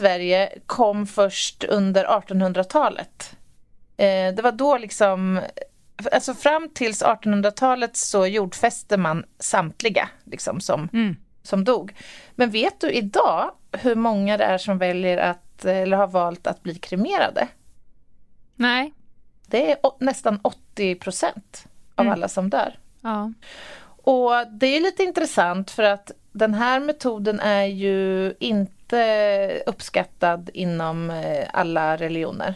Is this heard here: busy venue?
no